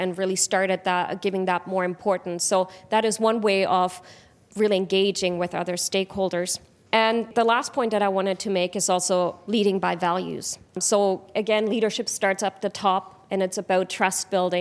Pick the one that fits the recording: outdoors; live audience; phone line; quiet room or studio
live audience